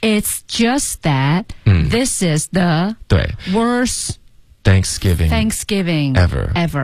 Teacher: 然后后面呢，它就没有连读，就直接顿了一下，然后再强调 ever